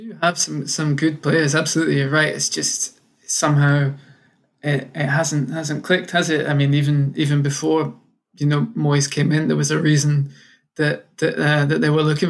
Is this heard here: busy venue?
no